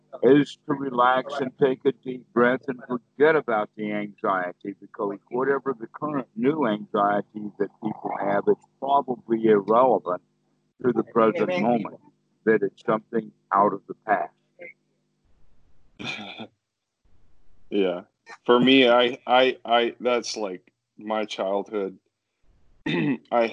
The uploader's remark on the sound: skype calls